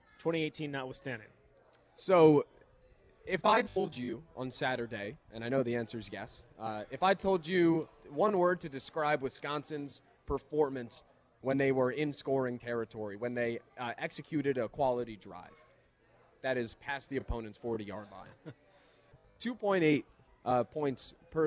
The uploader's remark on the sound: live at Monk's Bar and Grill in Sun Praire